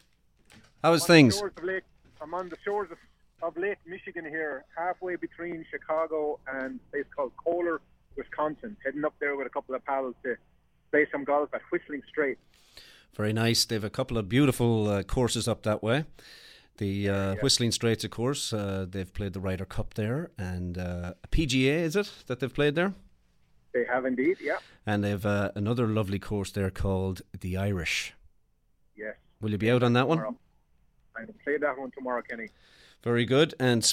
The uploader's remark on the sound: calls in from the road somewhere between Illinois and Wisconsin